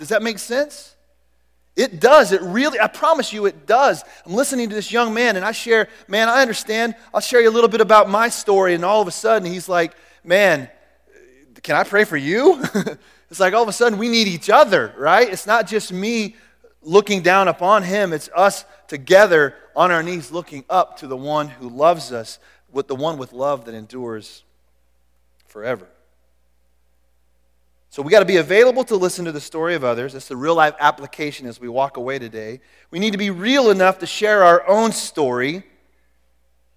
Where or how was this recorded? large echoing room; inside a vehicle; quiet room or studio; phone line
large echoing room